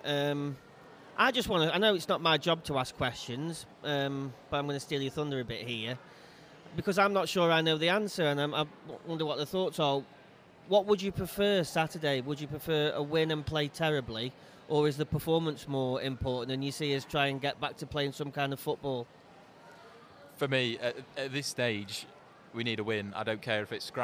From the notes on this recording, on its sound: Live From Crewe Market Hall. We are on the road at the Market Hall.